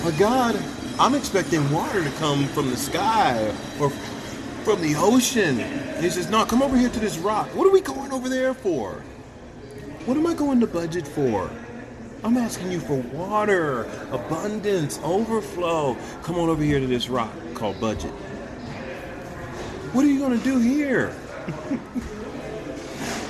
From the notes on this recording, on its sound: don’t let the sound of the restaurant distract you